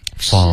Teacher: 如果是 fall 这个滑到还是一个音节，嗓子是一直不断的震动